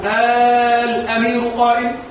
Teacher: بل وجب إبدال همزة الوصل ألفا، نحو آل أمير قائم هكذا بالمد، أو تسهيلها.